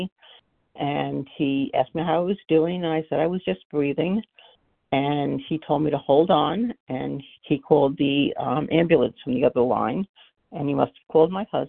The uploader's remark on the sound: 100 Pounders Phone Meeting.